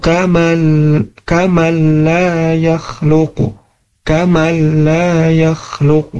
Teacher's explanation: Nah, ini dinamakan juga dengan ilghom bila gunnah, memasukkan huruf nun ke huruf lam tanpa disertai dengan gunnah